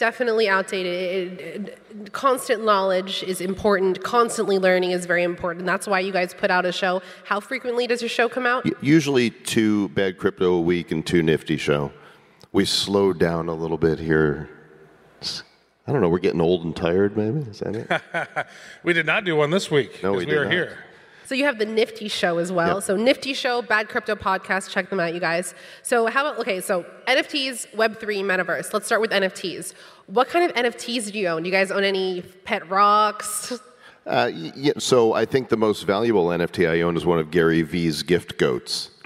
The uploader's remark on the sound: Bitcoin Miami 2022. We were recently invited to the keynote stage at The North American Bitcoin conference for a fireside chat. We have secured a recording of the session.